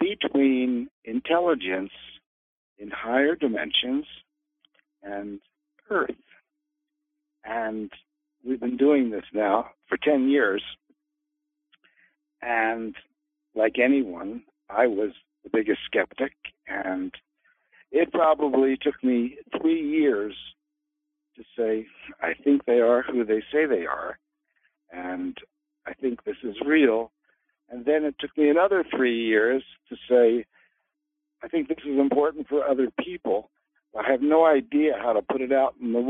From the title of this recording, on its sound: Conference Call LIVE, August 8, 2022